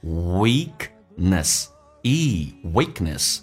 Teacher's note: 长元音，嘴角咧到极限